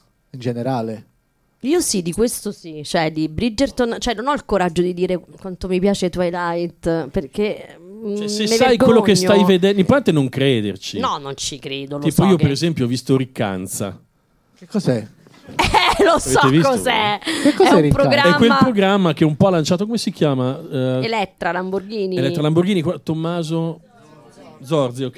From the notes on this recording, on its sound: Live dal GhePensiMi